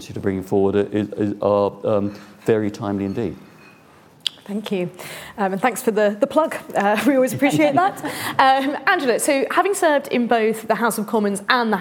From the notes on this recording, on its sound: This event was part of the IfG and Bennett Institute's joint conference on the Future of the UK Constitution.